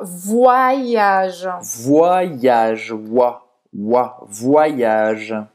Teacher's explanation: Então esse OY tem som de wa, wa.